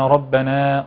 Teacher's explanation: والولدان الذين يقولون ربنا نفخم الراء جيدا